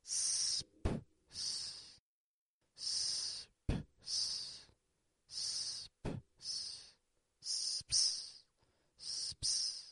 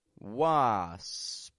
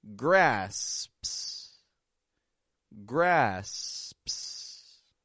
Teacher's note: First, making an S, s, making a quick P sound, p, and then making a second S. S, p, s, p, s, s, p, s, s, p, s, s, all about starting very slowly, letting your muscles get used to the movement, and then picking it up and going quickly.